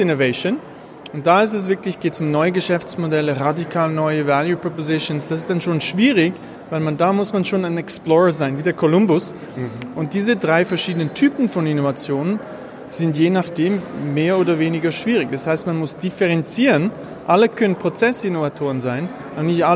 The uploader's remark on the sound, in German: Dieser Podcast wurde aufgenommen Live auf dem Global Peter Drucker Forum.